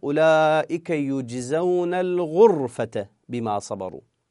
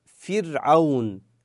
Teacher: تأثرت الراء حكم الراء فصارت مفخمة لأن ما قبلها حرف مضموم · Shown in: first take · الغرفة حرف الغاء، حرف الغاء هنا مضموم كما هو معلوم، فقلنا أولئك يجزون الغرفة بما صبروا أولا.